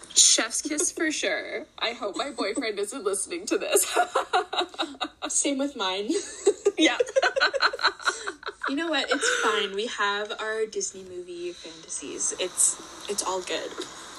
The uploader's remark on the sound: Please excuse the attempt at a long-distance episode today... If the audio was off, it wasn't me!